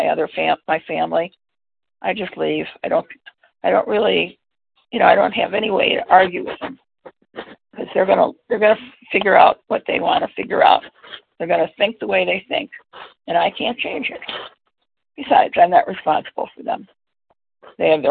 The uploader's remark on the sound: from the 100 Pounders Phone Meeting